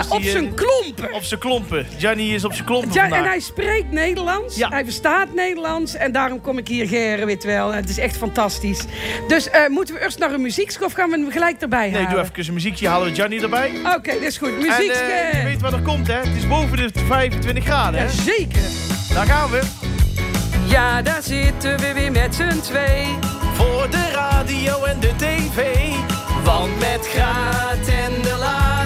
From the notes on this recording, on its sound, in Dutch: Niet vanuit de studio, maar live in Italie aan het meer van Caldonazzo. Ruim 30 luisteraars.